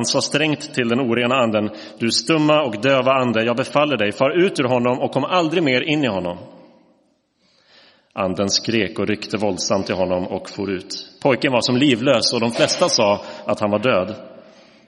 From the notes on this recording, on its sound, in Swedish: Inspelad i Roseniuskyrkan den 12 mars 2023.